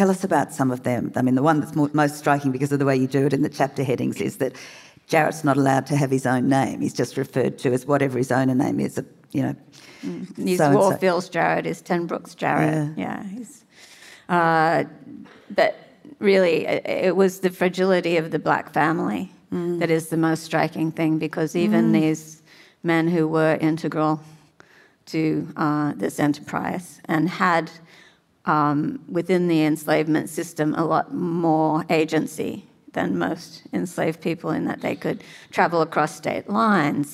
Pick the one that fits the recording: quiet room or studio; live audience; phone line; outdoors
live audience